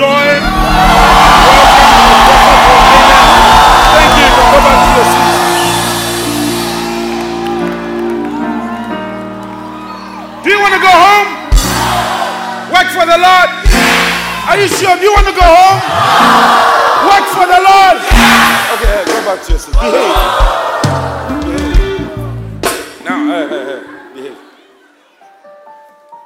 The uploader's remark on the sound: Preached at the First Love Church Experience Service